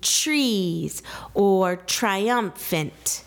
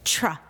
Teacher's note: That TR is an affricate, tr. Almost sounds like it has a little bit of air in it, or air after it, almost like you're saying an sound after it.